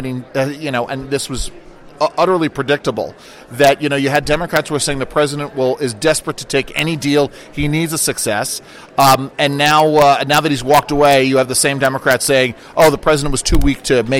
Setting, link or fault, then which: setting, busy venue